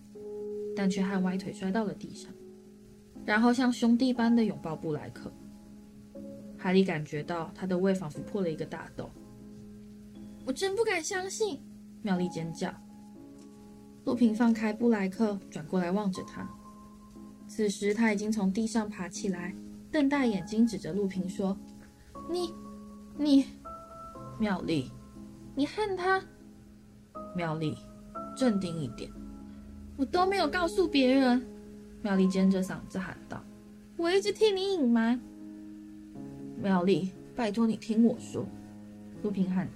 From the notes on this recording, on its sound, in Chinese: 這集錄音的時候不小心用到內建麥克風。已經盡量修雜音和調音量，音質可能會比以前差一點。